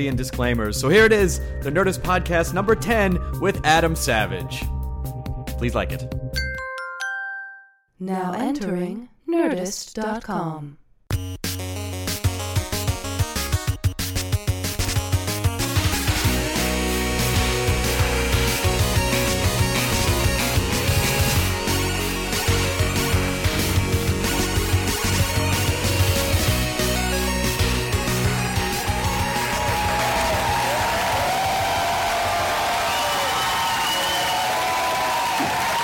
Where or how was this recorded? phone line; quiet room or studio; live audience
live audience